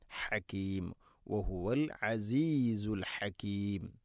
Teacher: ഹ ഉച്ചാരണം ശ്രദ്ധിക്കുക, തൊണ്ടയുടെ മധ്യഭാഗം.